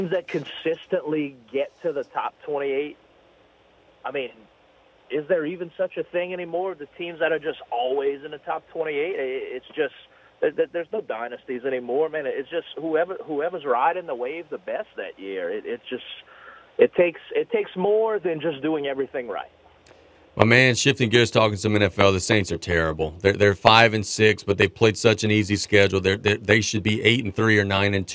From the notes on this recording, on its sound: we go to the phone lines